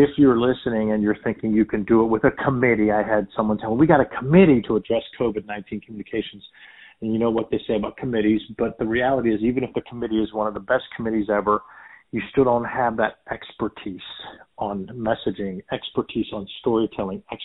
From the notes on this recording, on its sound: a quick phone interview